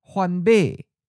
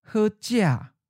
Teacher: In the common southern accent, the eighth tone is often of a high falling tone, like a second tone, especially words with the glottal stop H.